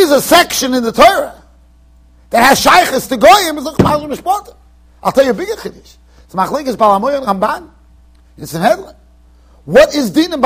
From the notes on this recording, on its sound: Shiur recorded in Yeshivas Ohr Reuven, Monsey NY.